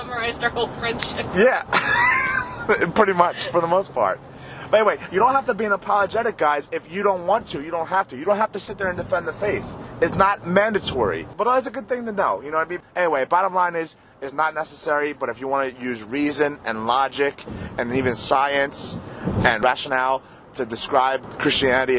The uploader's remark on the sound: Friday Night Car Ride. Hang out in the backseat. Zoom down the New Jersey Turnpike.